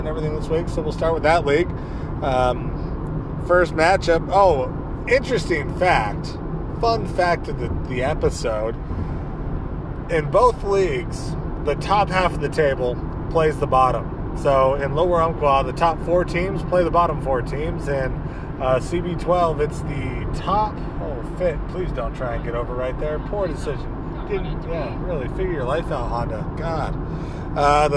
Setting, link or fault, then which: setting, inside a vehicle